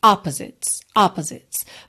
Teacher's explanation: E aqui é interessante reparar que fora da música, né, essa palavra opposites tem a sílaba tônica na primeira sílaba